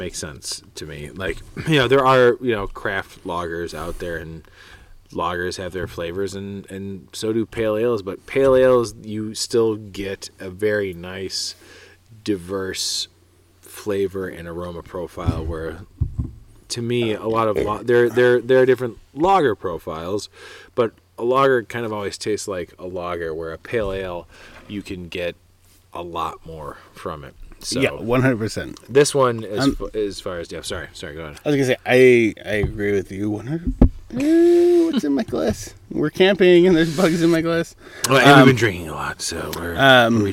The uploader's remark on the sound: Sip one some beers in nature. While camping in Washington Island Wisconsin, they decided to crack open a few in the great outdoors.